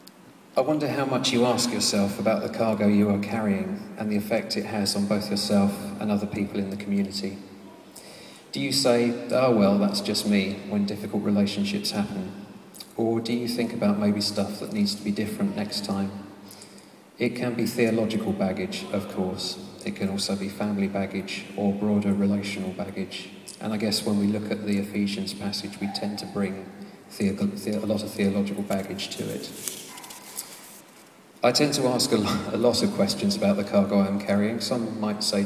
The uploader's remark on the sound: This podcast was recorded in the Eucharist Service. At the home of the Moot Community at the Guild Church of St Mary Aldermary.